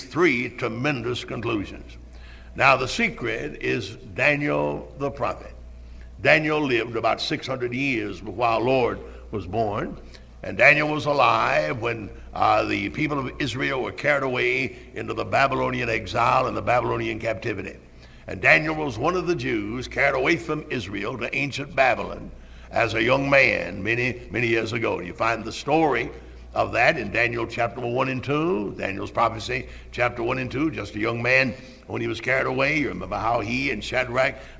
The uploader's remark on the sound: Originally preached at Tabernacle Baptist Church in Greenville, SC on December 24, 1978.